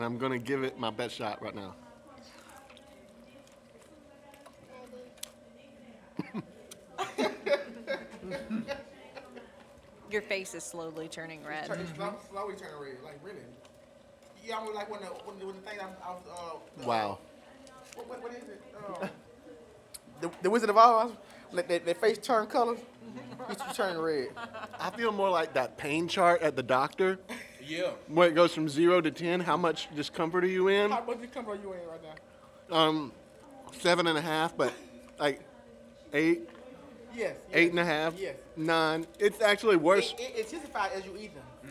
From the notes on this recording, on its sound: For our November 2016 live storytelling event, "Haunted"